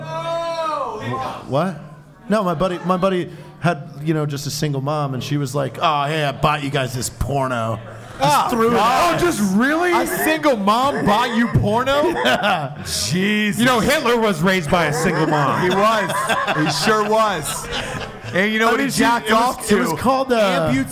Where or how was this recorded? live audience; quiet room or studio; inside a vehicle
live audience